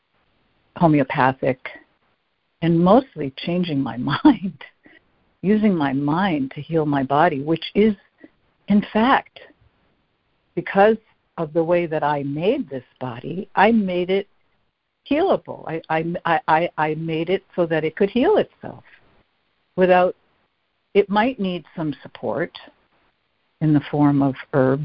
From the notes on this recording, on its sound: ACIM Daily Conference Call